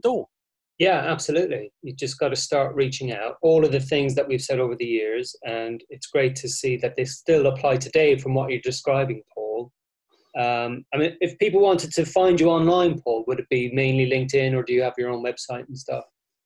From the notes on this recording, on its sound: In this episode we have a 'zoom' chat (it's all the rage).